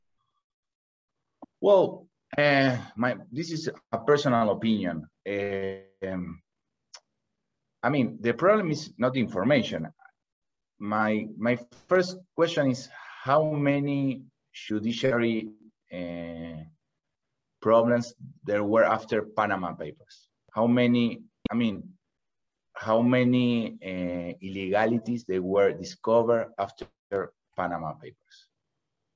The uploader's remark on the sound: Livestream. For those joining us on Zoom.